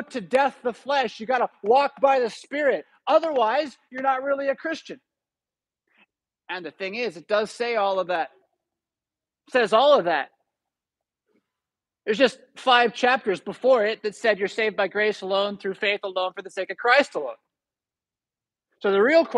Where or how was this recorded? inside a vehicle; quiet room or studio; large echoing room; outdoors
large echoing room